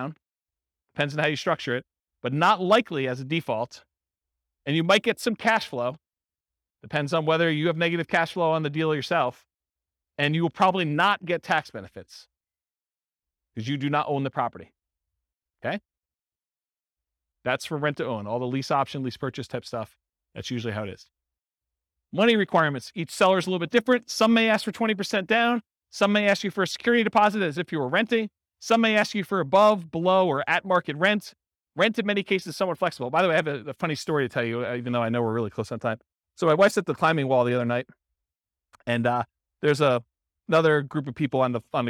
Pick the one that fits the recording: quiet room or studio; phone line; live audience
live audience